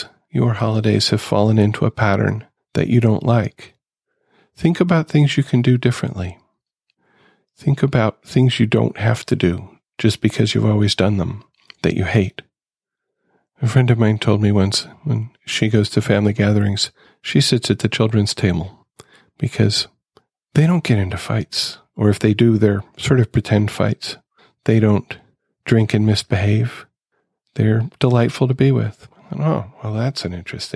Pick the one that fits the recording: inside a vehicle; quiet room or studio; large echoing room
quiet room or studio